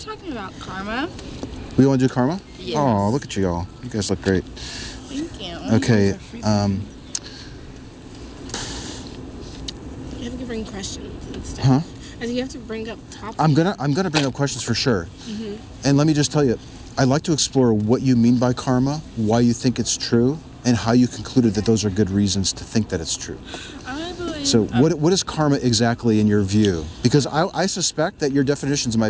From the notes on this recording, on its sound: Location: San Antonio, Texas. The video of this encounter was not uploaded. Recorded w/Go-Pro. Edited w/PowerDirector.